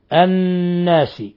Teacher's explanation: تلصق طرف اللسان بأصول الثنايا العليا مع إظهار غنة من الخشوم · Term: نون مشددة